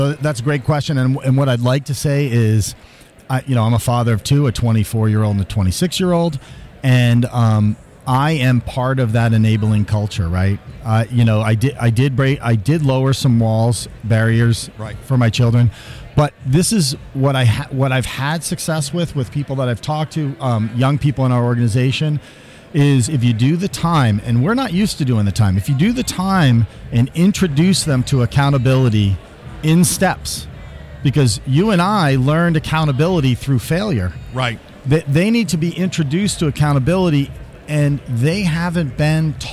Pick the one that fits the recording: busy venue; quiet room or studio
busy venue